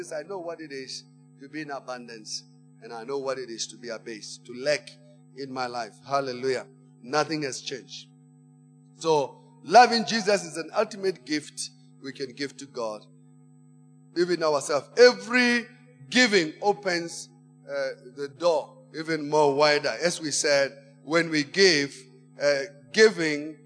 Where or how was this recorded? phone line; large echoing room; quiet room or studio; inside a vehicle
large echoing room